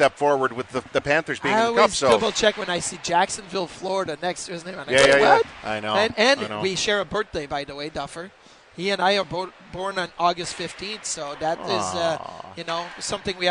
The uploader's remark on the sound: live from Sabres development camp